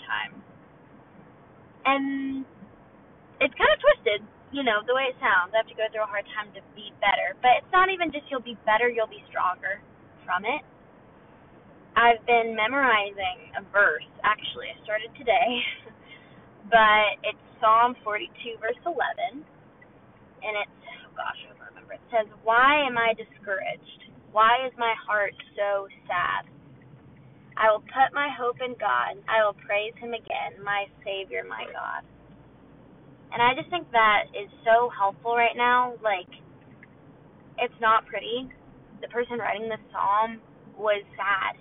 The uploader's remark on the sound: Welcome to the first ever “drive with me” car segment. In this episode you will enjoy the lovely audio that is in my car.